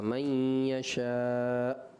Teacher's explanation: آخر میں بس جب آپ نے پڑھا یؤتی الحکمت من یشاء، آخر میں حمزہ ساکن ہے تو اس کو جھٹکا دینا تھا